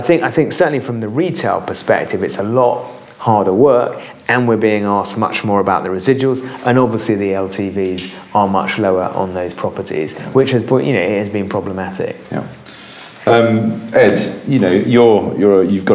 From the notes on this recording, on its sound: our first LIVE podcast recording